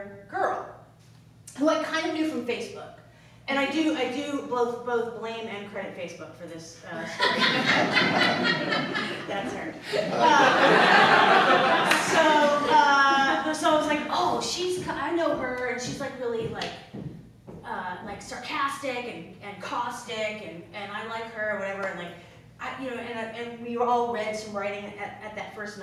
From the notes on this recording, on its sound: Performed live at Comedy Central Stage.